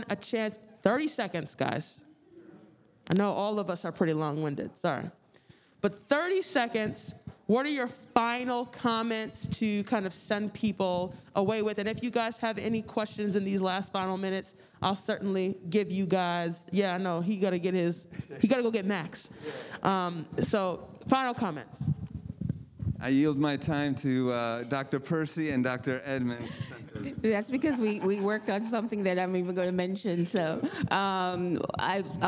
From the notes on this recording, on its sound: a presentation by a panel of experts at the 2022 NAD Ministerial CALLED Convention